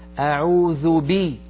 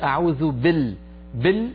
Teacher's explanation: ولا نقول أعوذ بال، بال هكذا ليس هناك كسرة